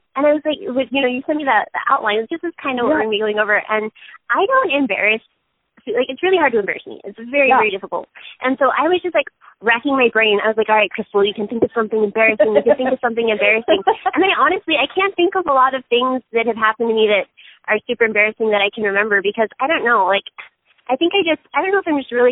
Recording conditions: phone line